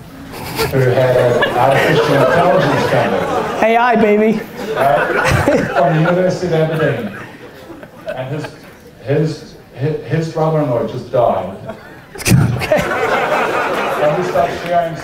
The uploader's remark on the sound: SXSW Keynote 2016